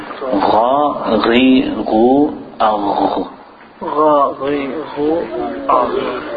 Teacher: The غين، it comes from the top of the throat.